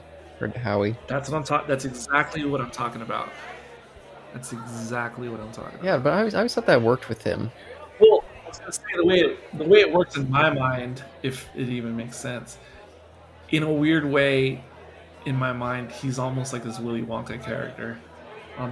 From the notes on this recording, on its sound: This discussion was filmed in front of a live bar-side audience on Feb.